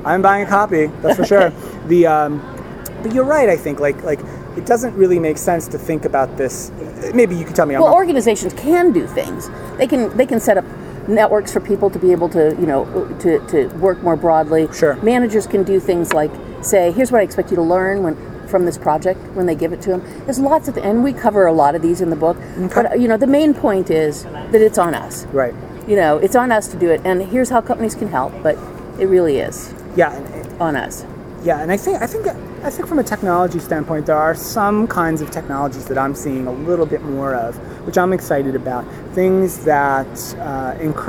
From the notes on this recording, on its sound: Recorded LIVE from SuccessConnect 2015 in Las Vegas. Sat down at SuccessFactors customer conference SuccessConnect.